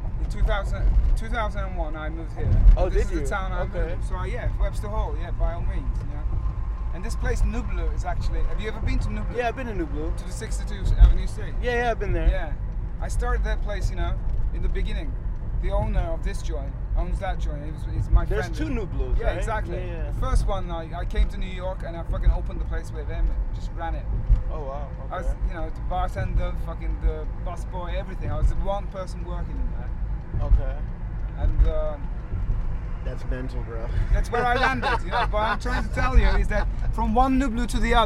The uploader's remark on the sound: New Vague City presents a conversation between 3 heads in transit, in the middle of the night. Was driving a cab that night.